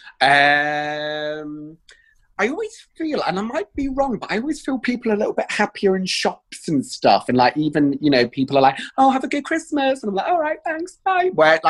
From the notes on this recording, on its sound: This episode was recorded remotely over Zoom. This series was recorded remotely over Zoom during the second lockdown.